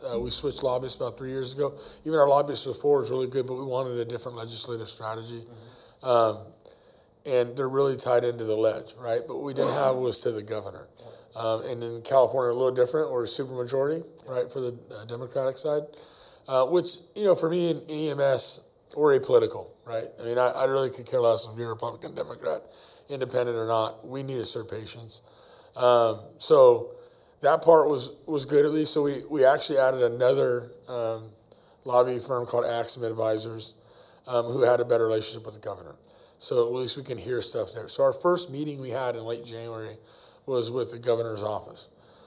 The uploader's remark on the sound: recorded at the recent AAA Stars of Life event